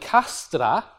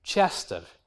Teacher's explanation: What's interesting there is that this word undergoes palatalization. Remember palatalization, a k can become a ch, and this is an instance of that. It becomes Chester.